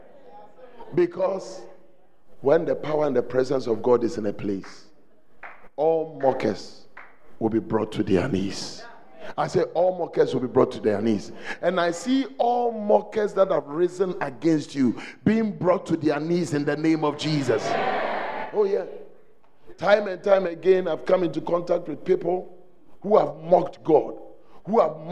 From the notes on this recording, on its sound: on day two at The Celebration Convention, Fountain of Life Cathedral